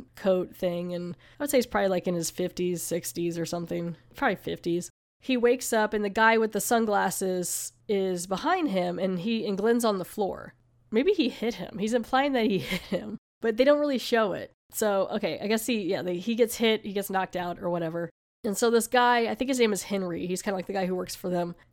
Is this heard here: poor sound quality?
no